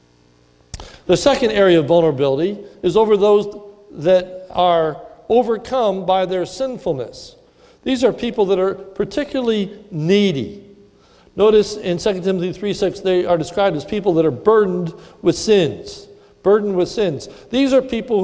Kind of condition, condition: setting, large echoing room